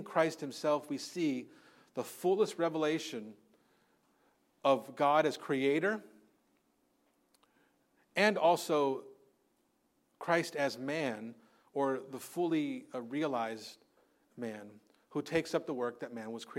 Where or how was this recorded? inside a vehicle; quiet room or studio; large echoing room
large echoing room